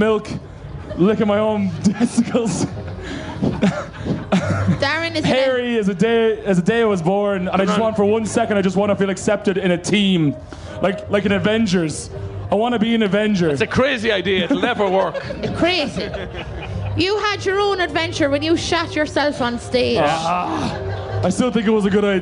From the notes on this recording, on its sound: Live at Electric Picnic. On this live episode of Phoning It In recorded at Electric Picnic.